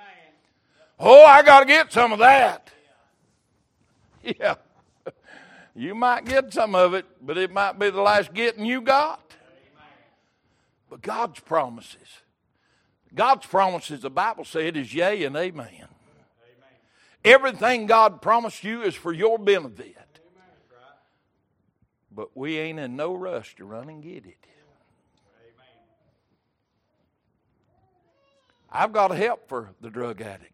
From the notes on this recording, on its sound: Recorded January 8, 2023 - Sunday Evening Service